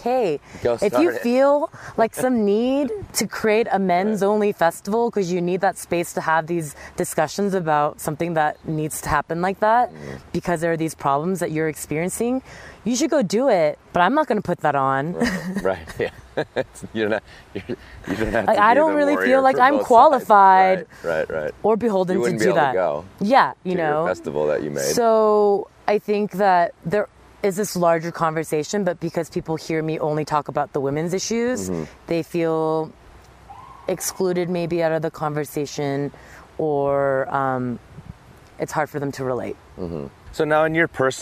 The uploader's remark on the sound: I sit down beside the Popo Agie River in Lander, Wyoming at the International Climbers Festival